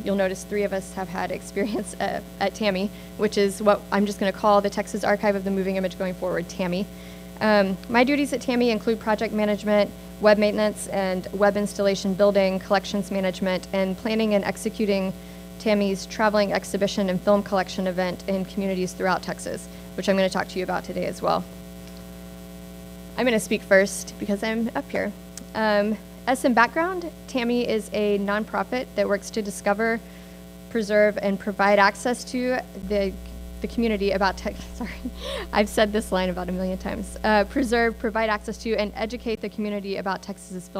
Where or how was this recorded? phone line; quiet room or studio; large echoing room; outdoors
large echoing room